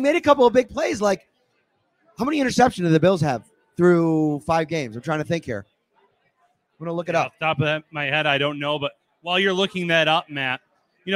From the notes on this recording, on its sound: live from Wingnutz North Buffalo at 700 Military Rd.